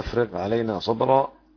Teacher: ولما برزوا لجالوت وجنوده قالوا ربنا أفرغ علينا صبرا، ربنا أفرغ منفصل، أفرغ الغين تاخد أقل درجات تفخيم لأن بلا كسرة